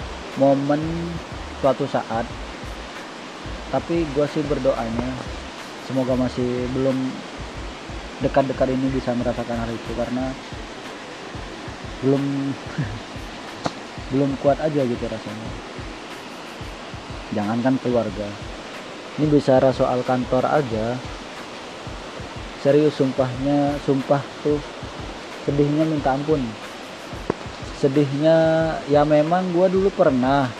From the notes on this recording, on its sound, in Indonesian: Btw ini direcord berbarengan sama turunnya hujan.